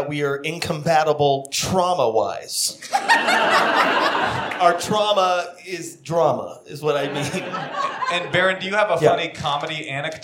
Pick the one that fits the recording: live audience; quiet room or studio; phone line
live audience